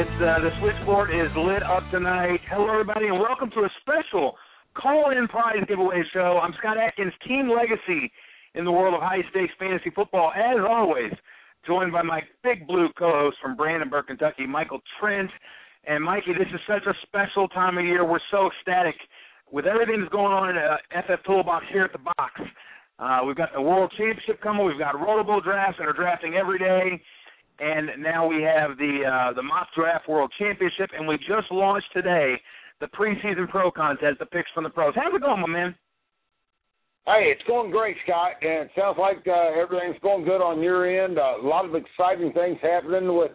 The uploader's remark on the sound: Special CALL-IN show. Tonight we're inviting listeners to call up the show.